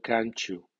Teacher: Se trata de la concurrencia T más semivocal I, que suenan ch.